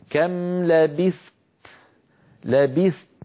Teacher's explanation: ثم أنتقل إلى تاء شديدة مهموسة، آتي بشدتها أولا ثم أتبع ذلك بالهمس، هكذا. كم لبست، لبست، فأحبس صوتها قليلا ثم أطلق النفس، كم لبست، فانتبهوا إلى ذلك.